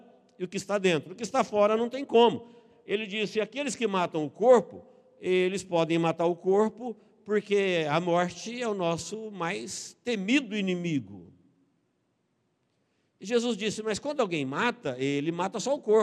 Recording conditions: large echoing room